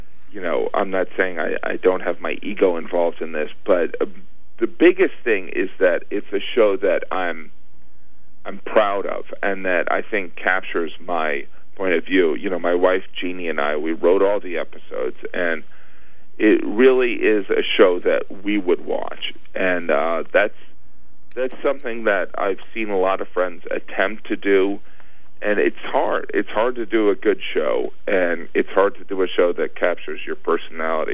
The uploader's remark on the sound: called in for a brief but entertaining chat with me